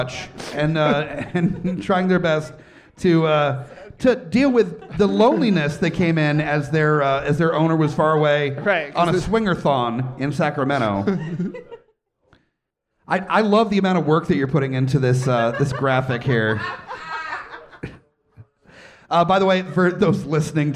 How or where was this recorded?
live audience